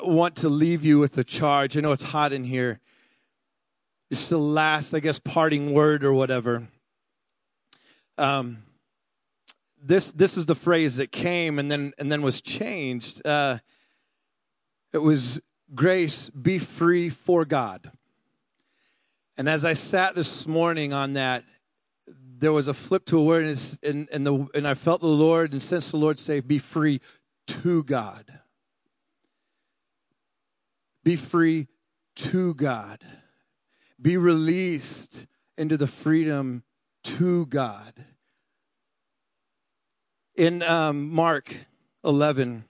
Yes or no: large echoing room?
yes